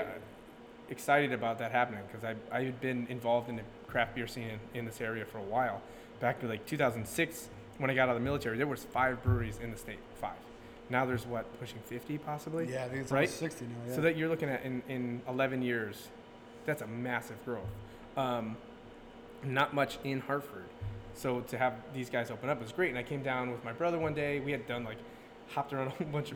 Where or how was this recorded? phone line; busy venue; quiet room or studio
busy venue